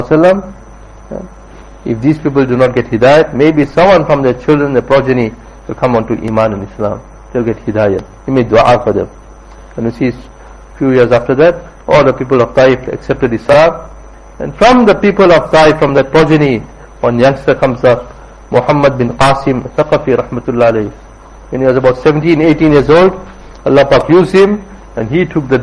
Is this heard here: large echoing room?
yes